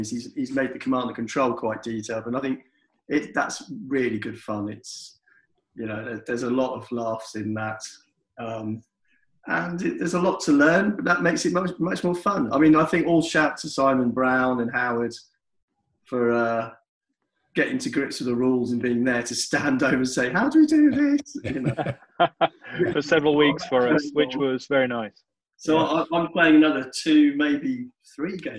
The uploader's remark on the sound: This episode sees all 7 regular contributors Zooming